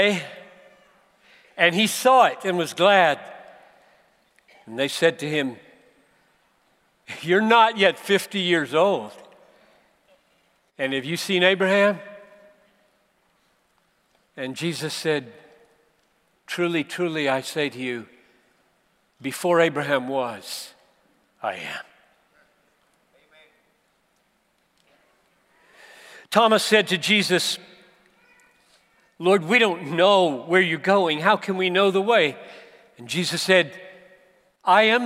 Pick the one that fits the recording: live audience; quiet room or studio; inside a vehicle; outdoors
live audience